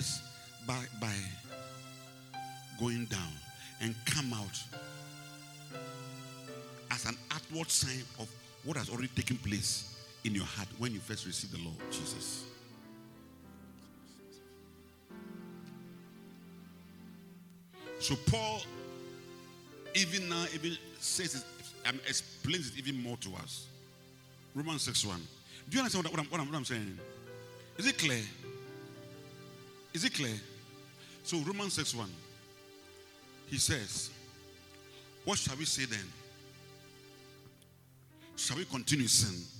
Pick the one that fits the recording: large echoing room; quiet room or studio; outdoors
large echoing room